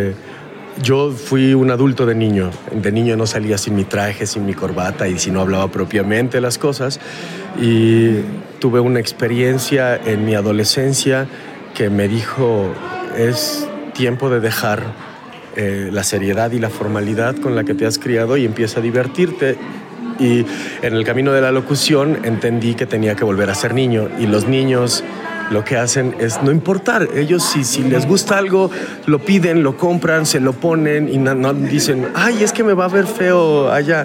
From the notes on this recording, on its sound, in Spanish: grabada en un pasillo durante el Festival Iberoamericano de la Voz Viva Voz.